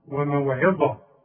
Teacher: العين رققها لي وطلع لي الظه مفخمه